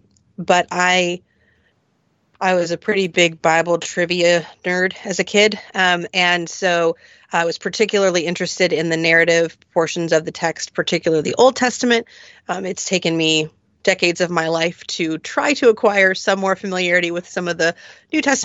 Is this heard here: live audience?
no